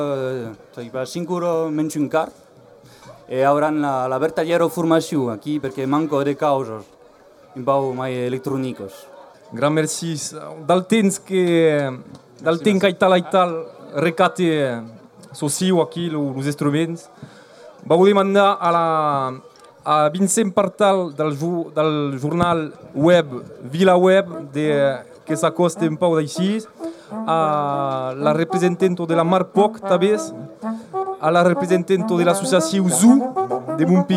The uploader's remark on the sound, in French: Émission live de RG3000 à l'occasion d'une Totémiade sur le site du Pont du Gard, événement Eurorégion